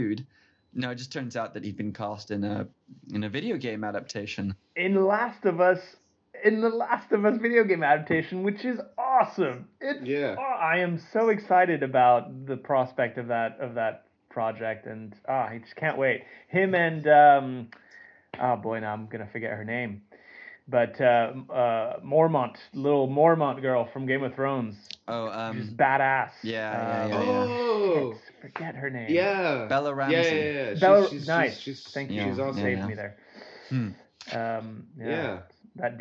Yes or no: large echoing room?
no